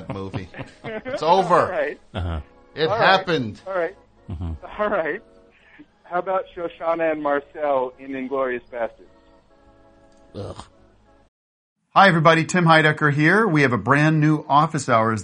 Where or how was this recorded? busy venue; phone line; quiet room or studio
phone line